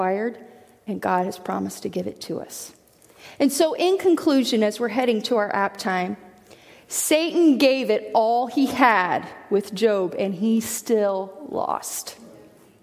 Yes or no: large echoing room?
yes